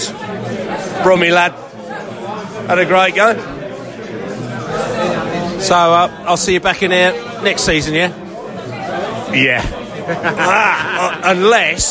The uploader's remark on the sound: post-match podcast from the pub